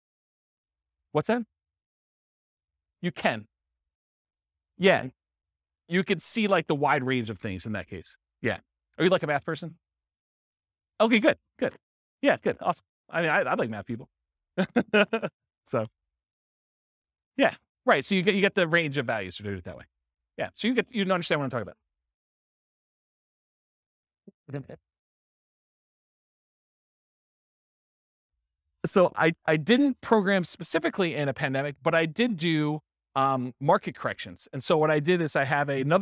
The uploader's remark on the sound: This was a live class recorded.